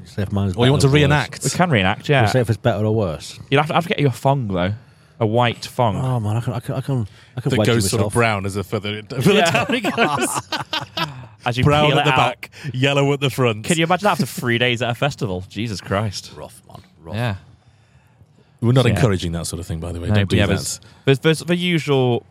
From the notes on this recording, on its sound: We visit Catton Park in Derbyshire to get all the juicy bits from Bloodstock Festival 2023.